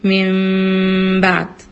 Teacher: إخفاء هذه الميم عند الباء، لما بقول ميم أنا أخفتها، مش موضحاها قوي النون.